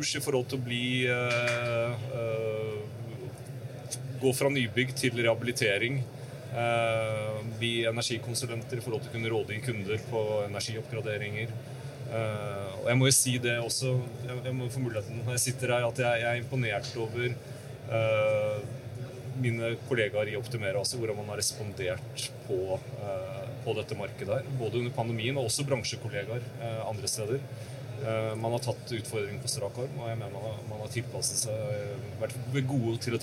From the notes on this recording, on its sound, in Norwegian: Live fra Bygg Reis Deg. Live fra en av messehallene på Lillestrøm.